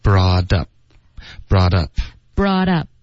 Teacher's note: Brought 跟 up 我们要连读然后把特的音浊化